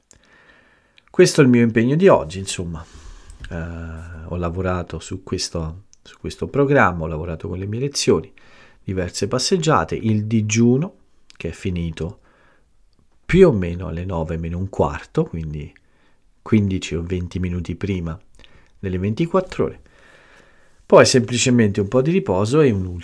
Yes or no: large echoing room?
no